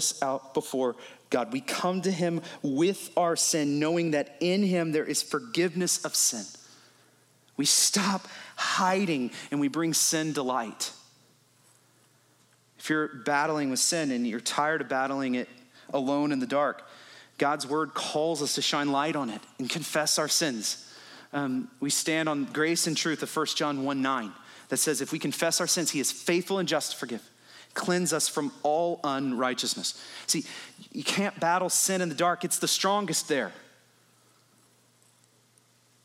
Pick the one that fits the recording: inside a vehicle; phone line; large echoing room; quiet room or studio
large echoing room